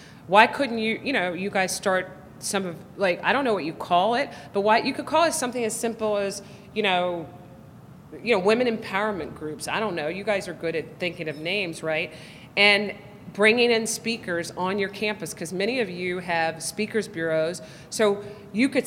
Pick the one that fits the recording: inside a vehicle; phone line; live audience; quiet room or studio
live audience